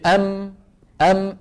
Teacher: الميم تشبه حرف النون، تخرج بانطباق الشفتين ويصاحب ذلك غنة من الخيشوم